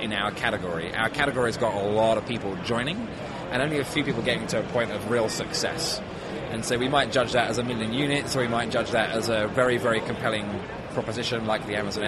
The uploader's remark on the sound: Live on Thursday from show floor of CES 2016. Thanks to Anova for letting us sit and take over the booth for an hour!